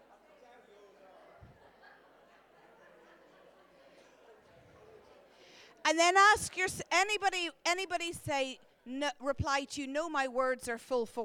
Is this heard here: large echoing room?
yes